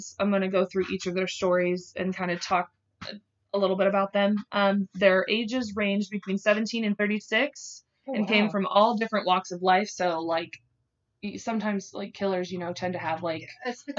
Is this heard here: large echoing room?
no